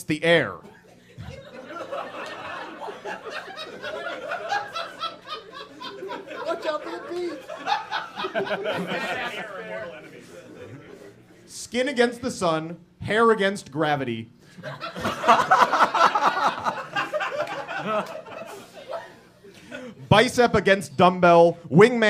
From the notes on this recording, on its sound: F Plus Live 2. In our second live show.